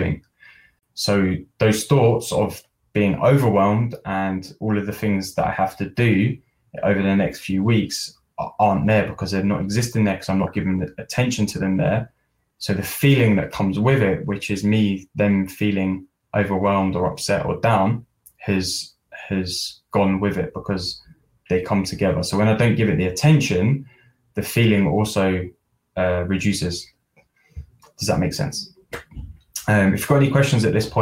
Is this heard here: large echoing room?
no